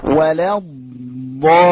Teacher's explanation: الضاد تخرج من حافة اللسان مع ما يحاذيها من الأضراس العليا، من الأضراس العليا تخرج من اليمين أصعب ومن اليسار أسهل ومنهما معا هو الأصعب.